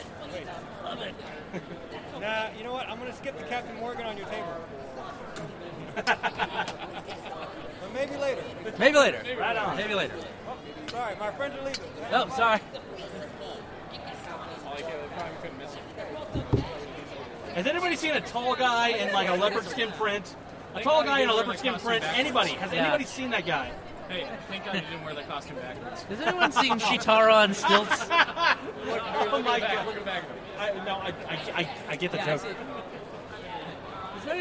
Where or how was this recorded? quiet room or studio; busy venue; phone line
busy venue